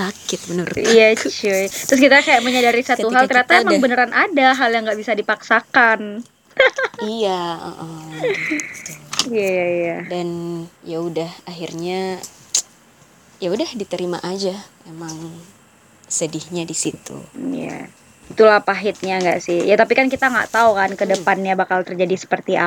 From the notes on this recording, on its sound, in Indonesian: Maaf ya jikalau sound nya kurang enak di dengar, masih banyak noise ya karena keterbatasan device dan kita juga terhalang jarak.